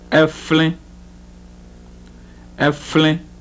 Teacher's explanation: the voiceless labiodental fricative in a cluster